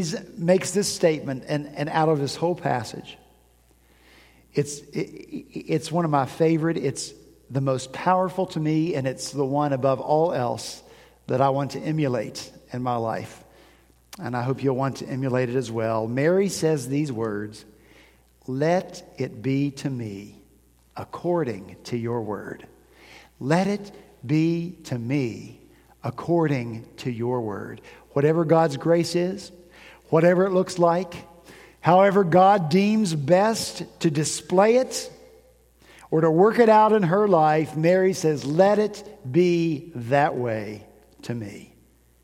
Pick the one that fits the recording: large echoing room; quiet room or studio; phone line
large echoing room